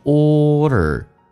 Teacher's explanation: 两次卷舌嘴巴收圆